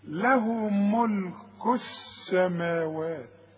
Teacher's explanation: بتتحول اللام الى نفس الحرف الذي يليها، بتتحول لسين · Term: اللام الشمسي